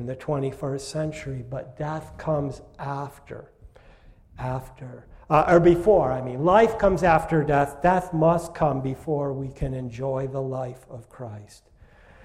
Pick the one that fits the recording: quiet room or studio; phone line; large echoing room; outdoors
large echoing room